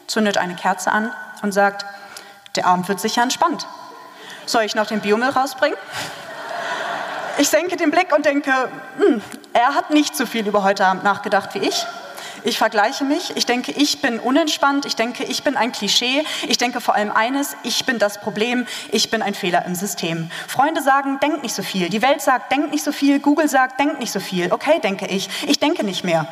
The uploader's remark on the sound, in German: Live Mitschnitt vom BEST OF POETRY SLAM DAY 23 in der Elbphilharmonie.